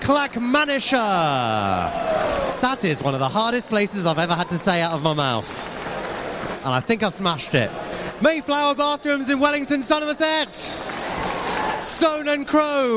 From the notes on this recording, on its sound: The kbbreview Retail & Design Awards 2023: The EVENT. Presents the show LIVE from the awards event in Cardiff and that means you can hear all the winners announced as it happened. Catches up with some of those winners moments after they come off stage.